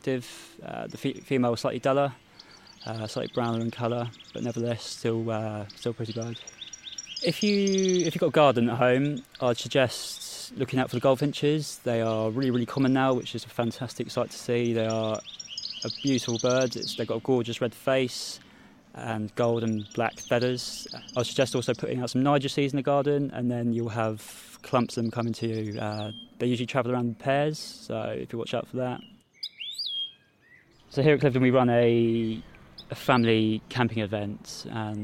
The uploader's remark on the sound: The Sweet Sound of Birdsong. In this mini episode from Cliveden, you’ll hear the sounds.